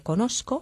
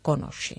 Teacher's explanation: Y no, al no producirse esta modificación gráfica, en algunas personas encontramos el sonido velar, como por ejemplo en la primera persona del verbo conoscere, conosco, y en otras el sonido palatal, como por ejemplo en la segunda persona, conosce.